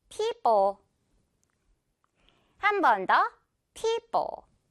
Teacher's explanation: 피 부분, 앞부분에 강세 줄게요.